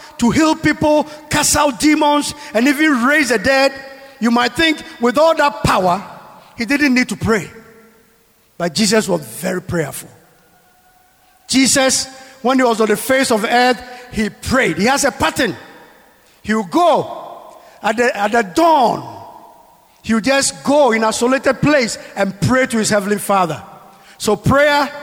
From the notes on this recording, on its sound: Sermon preached at CBC Shiashie Campus.